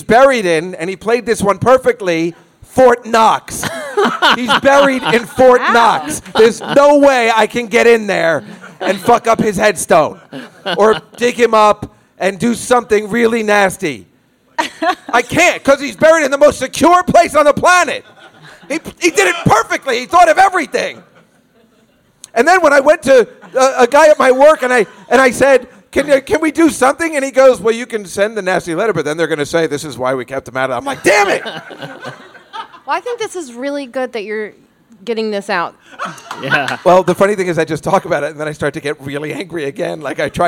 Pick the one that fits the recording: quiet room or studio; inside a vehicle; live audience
live audience